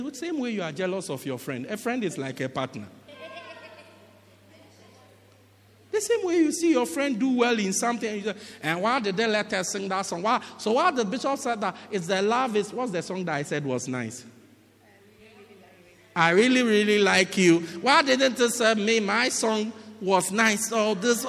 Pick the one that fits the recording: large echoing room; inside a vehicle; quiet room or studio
large echoing room